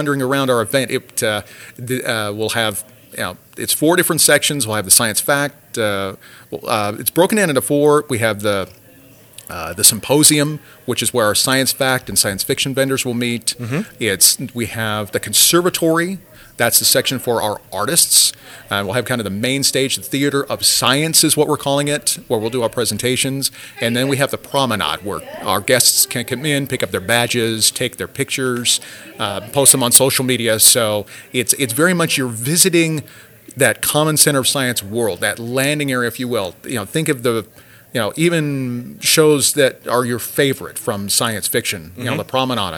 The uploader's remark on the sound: Live at the Utah Podcast Summit 2019. During the event we recorded a live podcast.